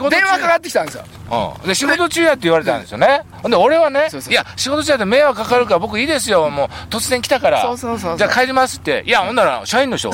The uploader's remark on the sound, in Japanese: 長野県ビーナスラインの霧ヶ峰高原にて。バイクツーリングをして青空対談収録を開催いたしました。